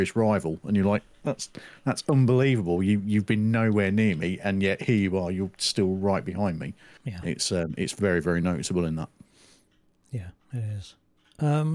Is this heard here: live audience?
no